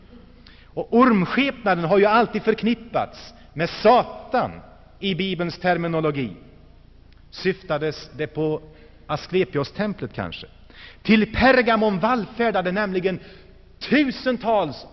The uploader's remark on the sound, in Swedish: Inspelad i Saronkyrkan, G&#154;teborg 1984-11-04